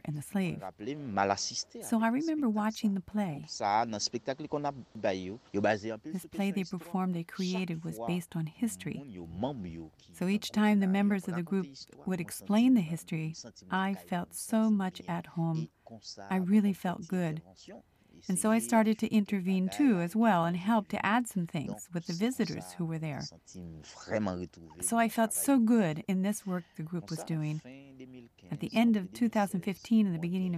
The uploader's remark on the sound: I hope you feel taken to location as you hear the children play and the wind blowing from time to time. As he sits outside to record on his phone since the internet connection wasn't strong enough to do a direct conversation.